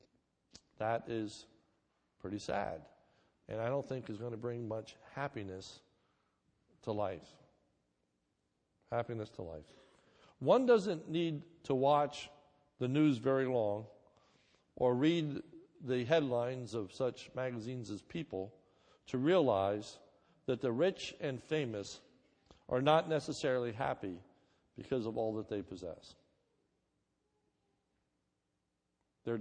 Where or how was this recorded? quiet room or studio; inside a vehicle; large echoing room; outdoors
large echoing room